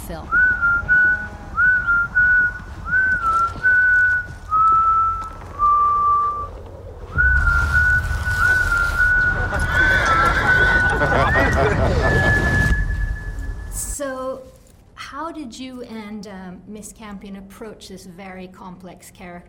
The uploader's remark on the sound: On location at the Venice Film Festival for a segment originally aired on SVT, Swedish National Television.